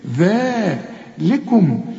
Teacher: ذلكم رقق برضو اللام وطلع لسانك في الذال